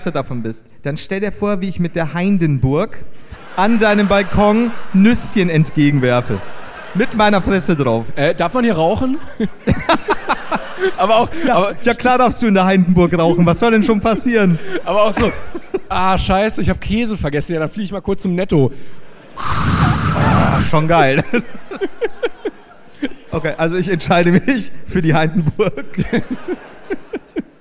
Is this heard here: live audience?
yes